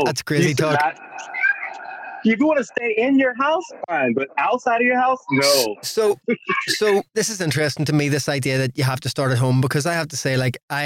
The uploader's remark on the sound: From Studio City, LA. Recorded via Zoom. Studio facilities provided by irishvoiceovers.co.uk.